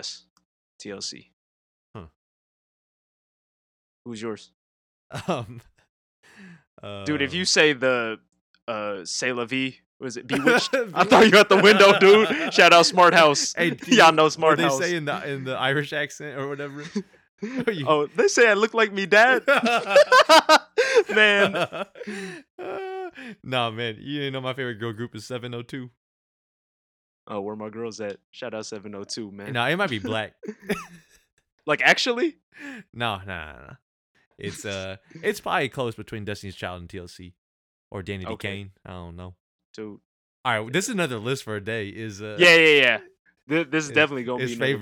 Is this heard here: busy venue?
no